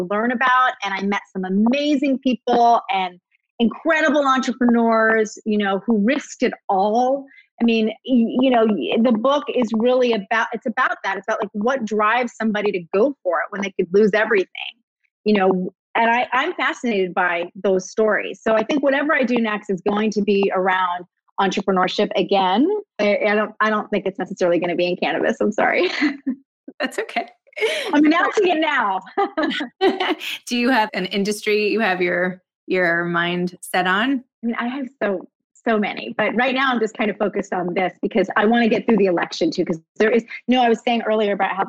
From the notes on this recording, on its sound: did a live virtual event with The Strand Bookstore